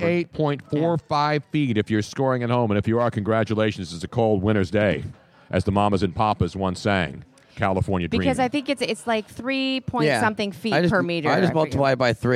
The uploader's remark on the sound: LIVE from Audio Ave in Tampa